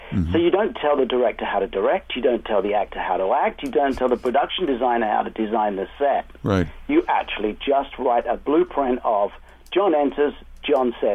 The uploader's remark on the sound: called in from England